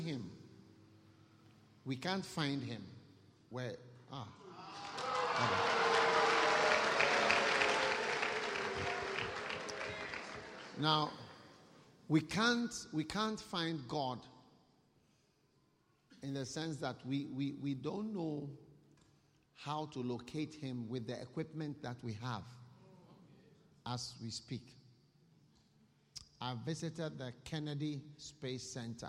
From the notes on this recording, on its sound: Preached at a BENMP service in Birmingham UK